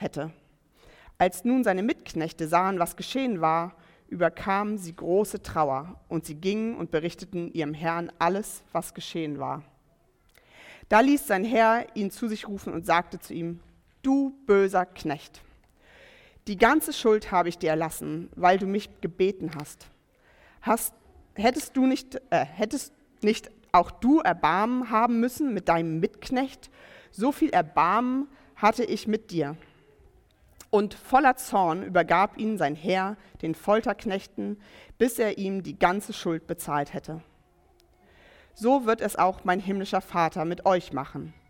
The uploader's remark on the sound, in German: Predigt im Rahmen des GreifBar+ Gottesdienstes